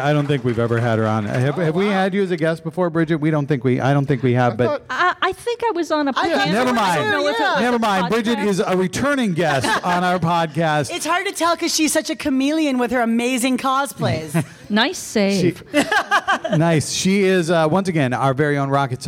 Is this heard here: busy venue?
yes